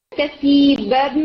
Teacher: अब आप देखें कि और ये इन फोर लेटर्स में से भी ये लाम नीम नून और यानी रॉ इन फोर लेटर्स में से है तो कामिल इदगाम होगा. यानी कसीबन नून ने अपना मखरज और अपना गुन्ना तमाम क्वालिटीज छोड़ दिए